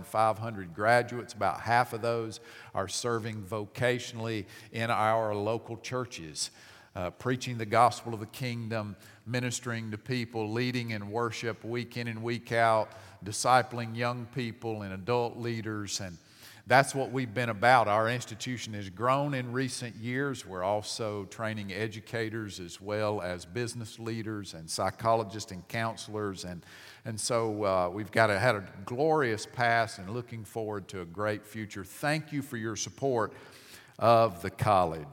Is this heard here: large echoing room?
yes